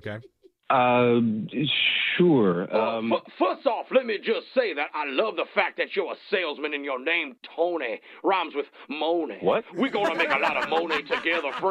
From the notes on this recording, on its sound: Phone Tap. Calls a soon-to-be new dad.